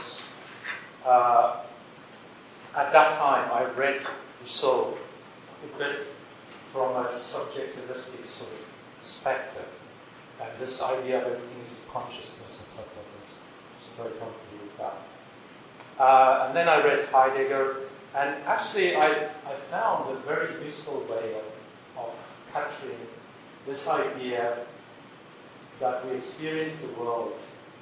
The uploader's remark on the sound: This ‘from the archives’ recording is the second part of the keynote from “ Triangular Conference 2008”. The talk was recorded in-person with a live audience. In the UCD Lochlann Quinn Undergraduate School of Business, Belfield, Dublin, Ireland.